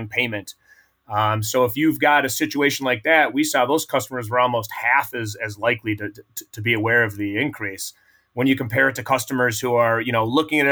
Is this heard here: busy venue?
no